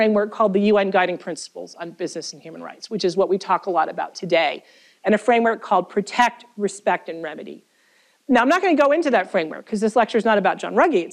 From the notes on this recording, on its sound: This event was the keynote lecture for the Minnesota Law’s Human Rights Center Day.